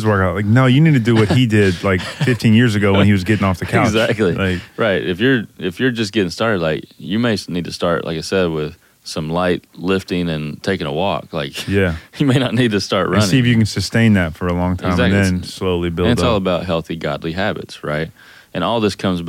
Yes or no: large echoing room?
no